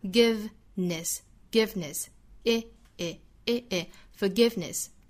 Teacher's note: 后面两个元音都是 i,这个松口的松元音